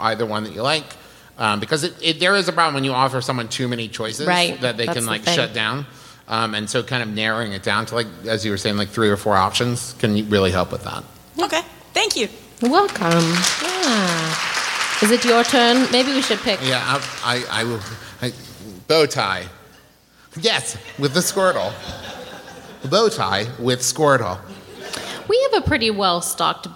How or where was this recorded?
live audience